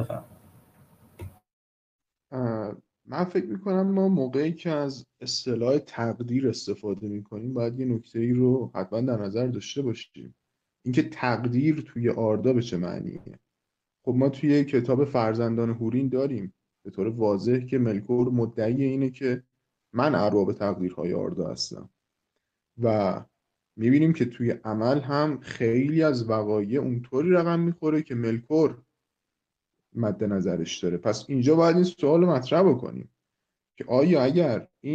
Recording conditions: video call